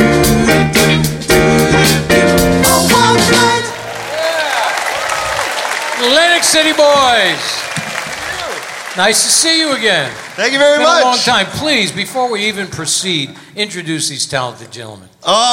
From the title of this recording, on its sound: Live at the Southpoint